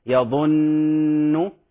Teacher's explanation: مراعاة النون المشددة في قوله تعالى الناس وقوله يظن وكذلك أنهم مبعوثون، فنراعي هذا ونغنها مقدار حركتين